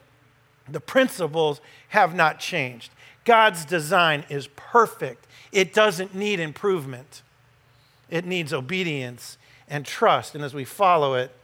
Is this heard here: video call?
no